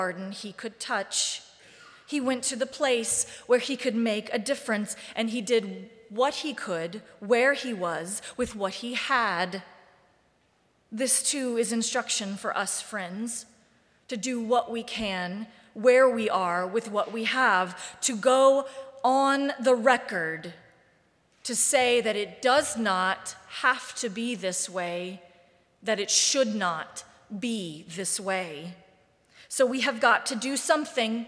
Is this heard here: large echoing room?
yes